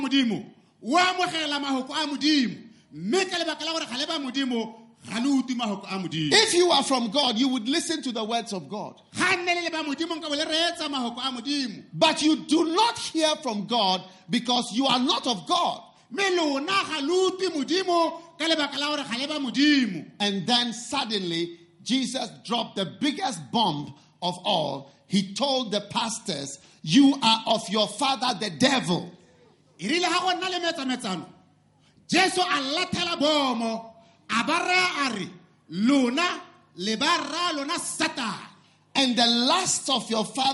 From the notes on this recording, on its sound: Preached at a Healing Jesus Campaign in Palapye, Botswana